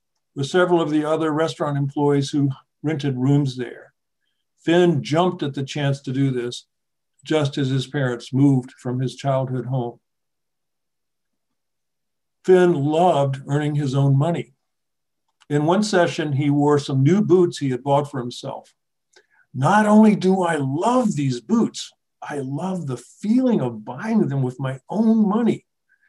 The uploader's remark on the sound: This episode features the audio from one of our recent webinar presentations.